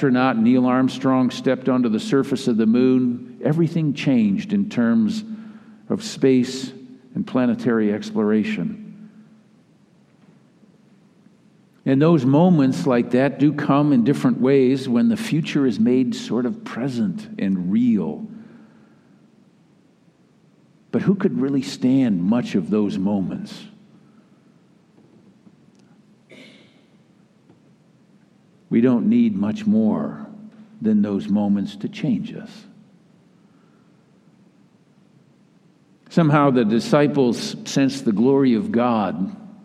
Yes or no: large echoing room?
yes